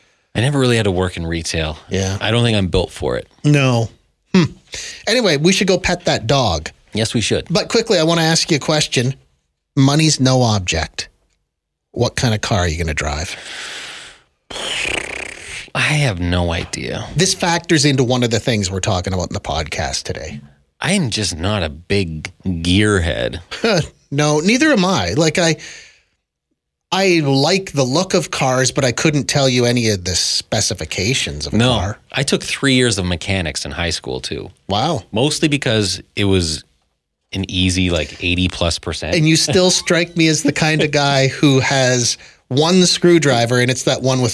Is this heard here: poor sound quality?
no